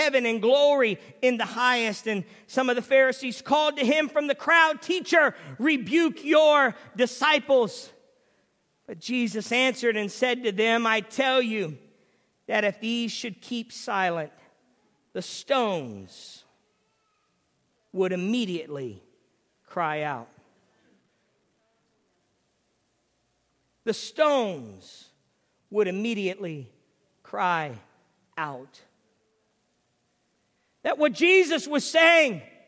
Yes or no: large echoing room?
yes